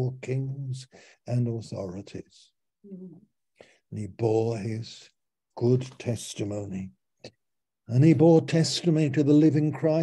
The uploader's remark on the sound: Malaysia Meets (Zoom)